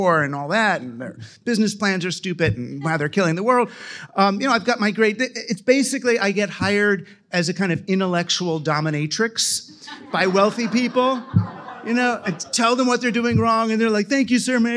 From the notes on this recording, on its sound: Live from All Tech is Human's Responsible Tech Mixer. At Betaworks in New York City.